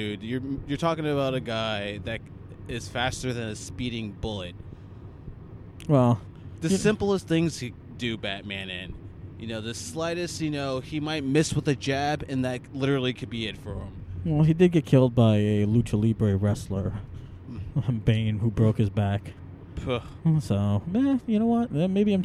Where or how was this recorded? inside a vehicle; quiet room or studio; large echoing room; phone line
inside a vehicle